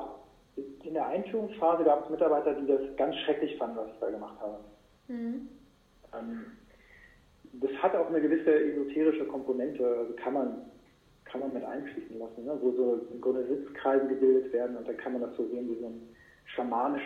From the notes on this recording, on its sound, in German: Ich bitte die Tonqualität zu entschuldigen...